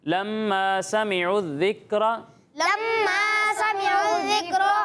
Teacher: یہاں غنہ کرنا ہے، اور غنہ کی مقدار کتنی ہے؟ ایک الف کے برابر